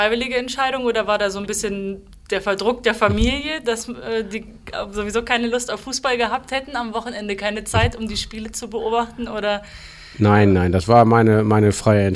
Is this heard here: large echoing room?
no